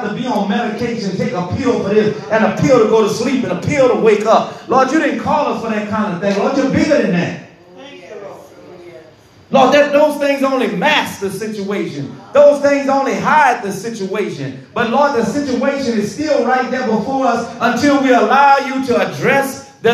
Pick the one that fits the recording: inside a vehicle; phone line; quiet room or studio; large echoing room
large echoing room